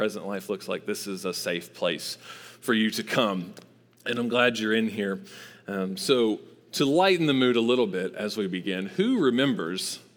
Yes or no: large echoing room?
yes